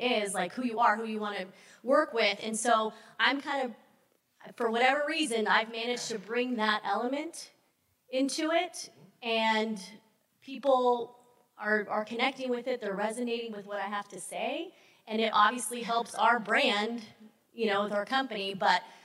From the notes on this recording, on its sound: the social media panel at the 2019 HyperFast Sales Summit